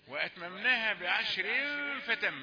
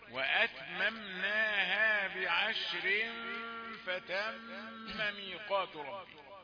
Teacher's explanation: وأتممناها بعشر فتم، الراء دي جت سمينة شوية، بعشر هي رقيقة لأنها مكسورة هي · Shown in: second take